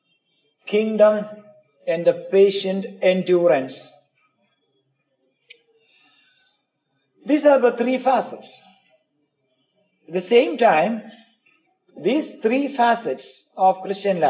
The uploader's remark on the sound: Preached in the Community of the Redeemed, Pune India.